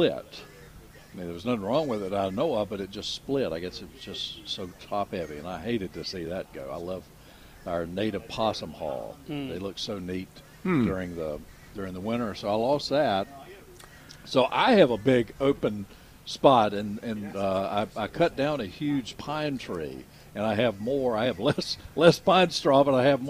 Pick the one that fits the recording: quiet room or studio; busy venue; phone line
busy venue